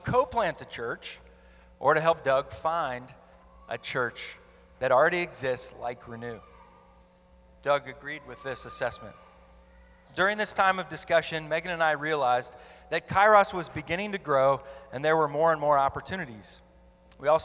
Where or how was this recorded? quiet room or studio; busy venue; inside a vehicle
busy venue